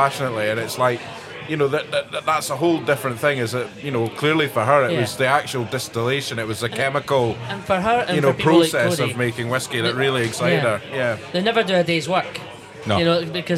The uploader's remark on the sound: We had a great laugh recording this episode in Bennets Bar, Edinburgh.